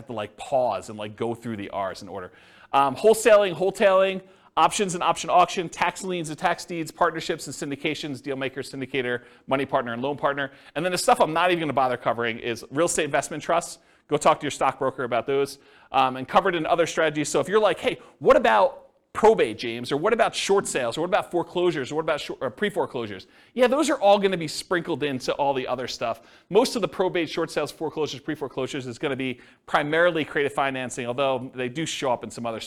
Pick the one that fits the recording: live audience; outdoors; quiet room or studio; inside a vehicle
live audience